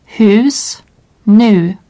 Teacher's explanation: Le U long se prononce à peu près comme dans nuit, mais en resserrant les lèvres.